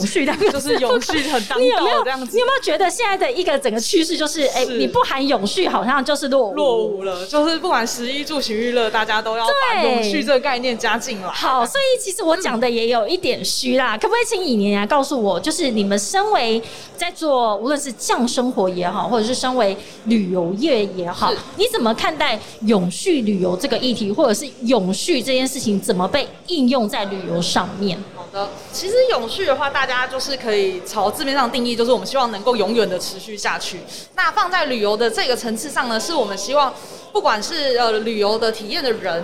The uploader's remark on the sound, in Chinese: 2021 Energy Taiwan智慧能源週-Live Podcast